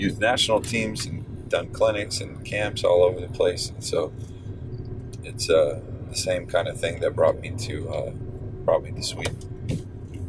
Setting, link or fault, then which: setting, inside a vehicle